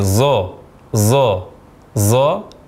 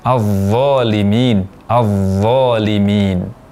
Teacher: Kesalahan pertama mengucapkan huruf dha dari posisi huruf zai. · Shown in: first take · Terucap menjadi zo, zo, zo.